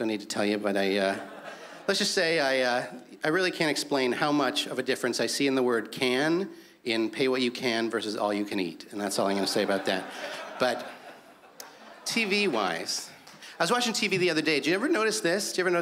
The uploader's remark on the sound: stand up from the Just For Laughs Festival in 2015